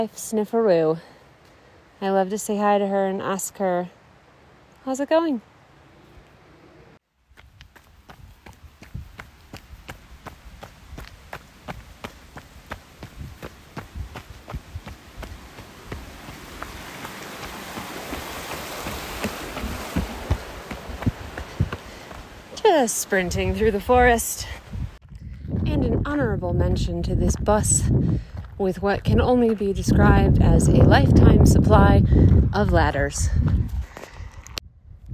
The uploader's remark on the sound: This is a little audio & photo tour of some of my favorite magical moments in this high-alpine valley, all below 11,000 feet.